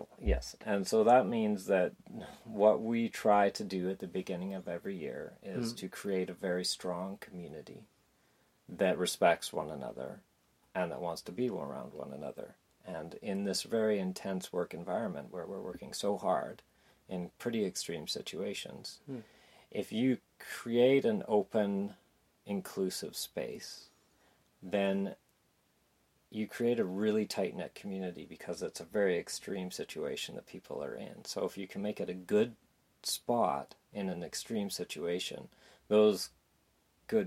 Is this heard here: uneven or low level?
yes